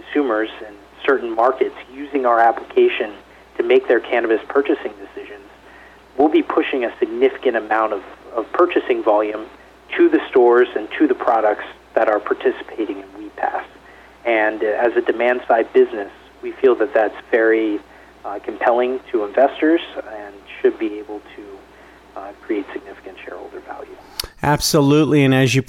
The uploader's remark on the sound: called in to SmallCapVoice.